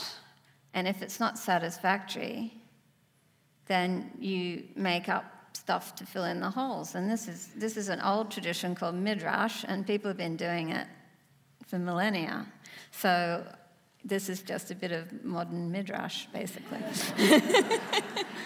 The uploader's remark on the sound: In this special event for Sydney Writers' Festival